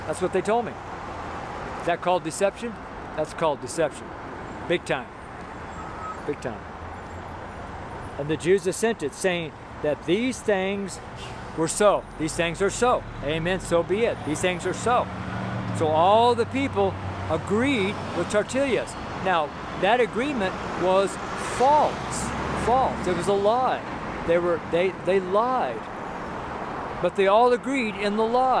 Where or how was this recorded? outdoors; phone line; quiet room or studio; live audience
outdoors